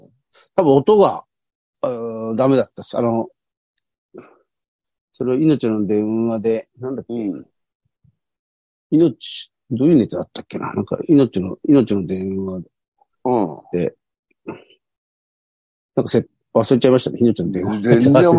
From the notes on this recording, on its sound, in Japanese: ZOOMで収録。